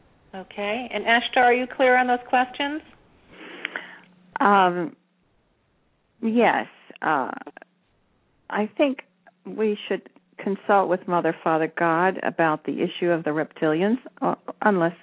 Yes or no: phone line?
yes